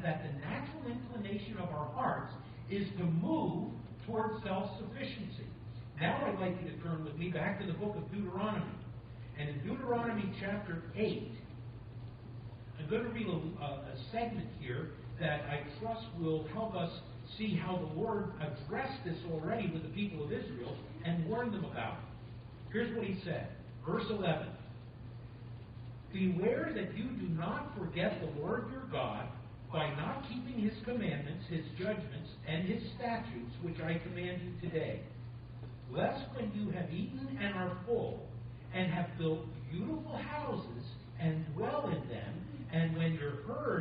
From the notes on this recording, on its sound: Thank you for your patience as we are still having recording issues. You may need to turn up the volume on this one.